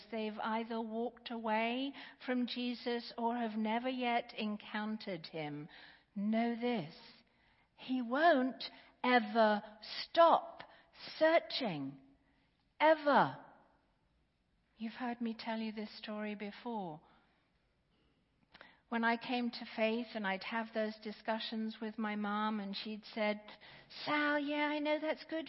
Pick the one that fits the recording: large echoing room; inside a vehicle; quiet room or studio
large echoing room